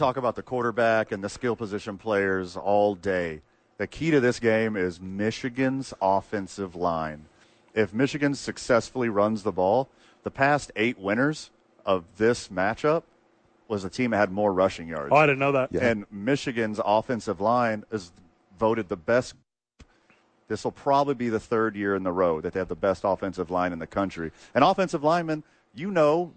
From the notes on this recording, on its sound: live from the ABQ Dukes Store